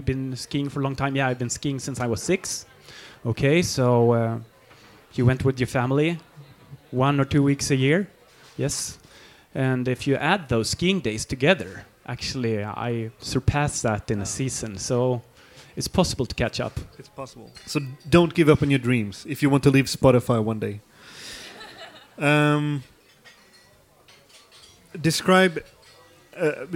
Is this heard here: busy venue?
yes